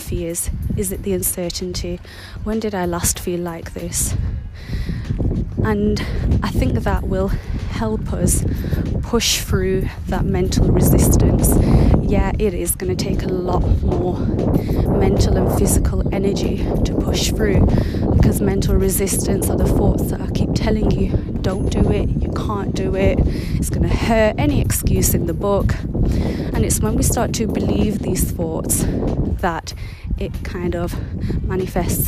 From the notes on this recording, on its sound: I was on my mindful 1 hour walk today so please bare with the background noises & wind.